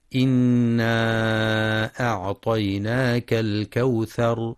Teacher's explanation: ينتبه القارئ لغنة النون المشددة في إنا وللمد المنفصل إنا أعطيناك، حيث يمد 4 أو 5 حركات، كما يراعى ترقيق الهمزة في أعطيناك.